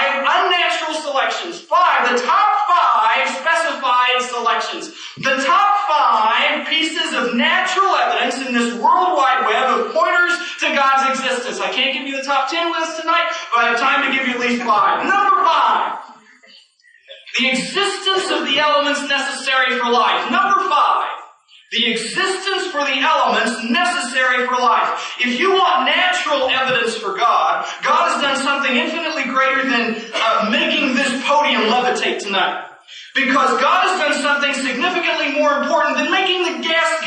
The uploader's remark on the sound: In February of 1996 the Kansas University Debate Team sponsored a debate on the existence of God. The lecture hall was packed with 850 students in attendance. A remastered recording of that 1996 debate.